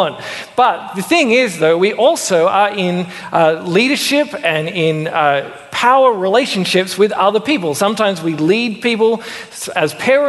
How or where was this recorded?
large echoing room